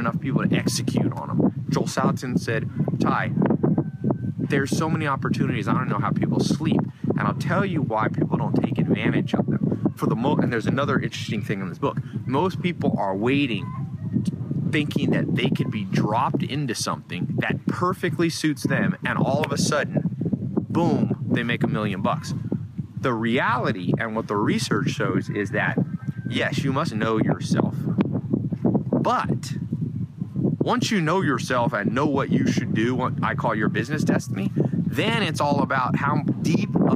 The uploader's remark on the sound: For Thanksgiving, I visited the Amish and …'s farm in Virginia and I read "Bounce" again on the airplane and recorded a video for you out in the snow by the chickens and pigs.